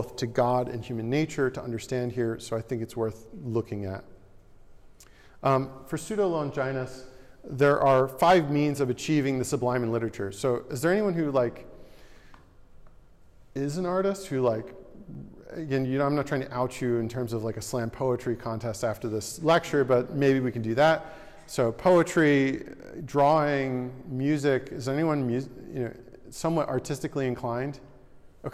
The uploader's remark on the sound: This lecture was given on October 10th, 2023, at The Ohio State University.